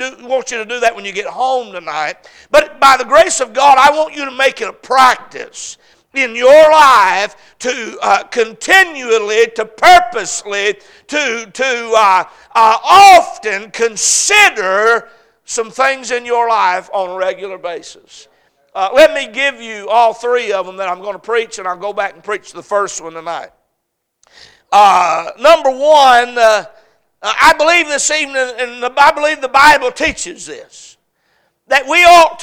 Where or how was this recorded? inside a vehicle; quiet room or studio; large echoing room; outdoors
large echoing room